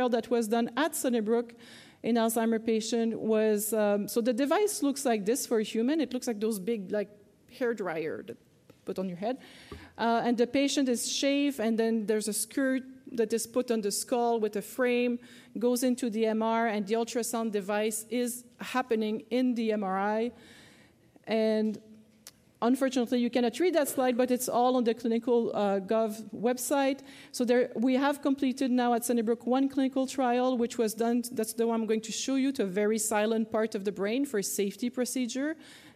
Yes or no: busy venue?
yes